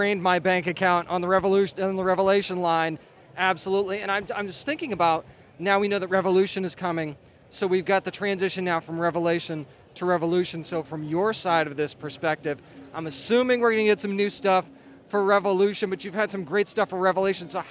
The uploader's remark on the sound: We return to San Diego to bring you Part One of our coverage from the biggest event in entertainment. Coverage from both inside and outside of the convention center.